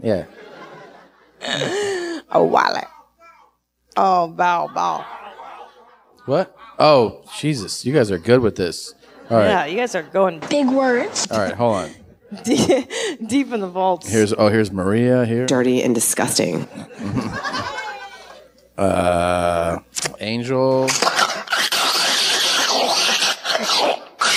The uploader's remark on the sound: Live From Cobb's